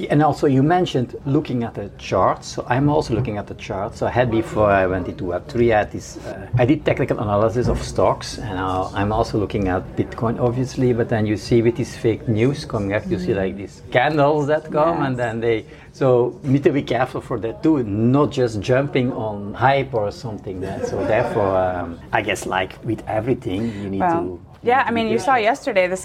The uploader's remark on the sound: This episode was recorded at Web Summit in Media Village on November 14, 2023.